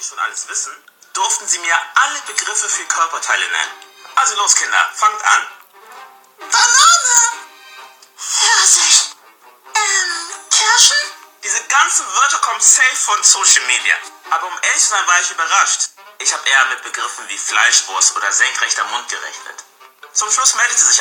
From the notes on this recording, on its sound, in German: Tut mir echt leid wegen der Audio.